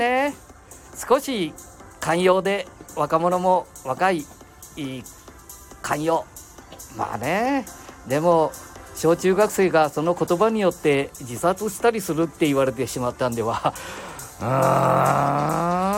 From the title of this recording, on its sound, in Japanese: 街さんぽ LIVE